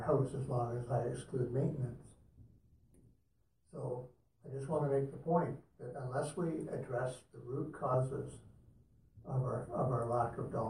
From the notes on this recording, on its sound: Audio recording of the March 12, 2018 Regular Meeting of Peace River's Town Council.